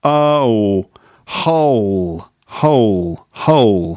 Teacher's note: the vowel sound in hole is actually two vowels. It's a diphthong, oh, hole. So actually there is movement when you say the vowel sound there, hole.